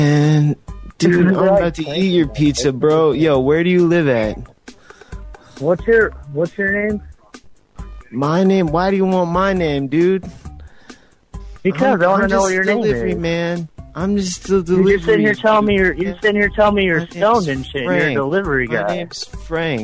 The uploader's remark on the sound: Prank Phone Calls